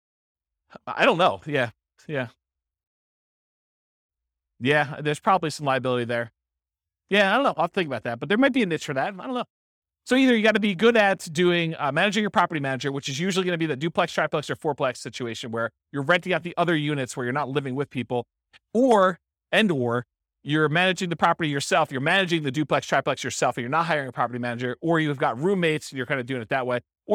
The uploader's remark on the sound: This was a live class recorded